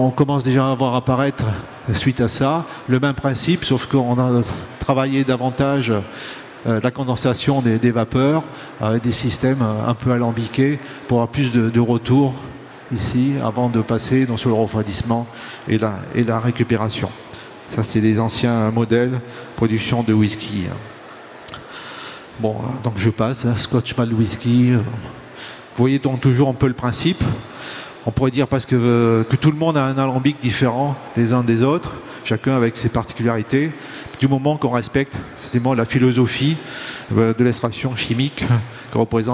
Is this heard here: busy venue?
yes